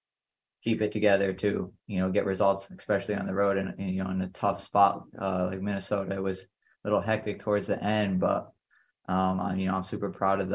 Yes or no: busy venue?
no